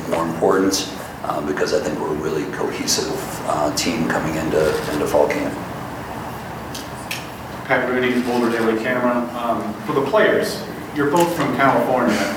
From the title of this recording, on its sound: CU Fall Sports Media Day Press Conferences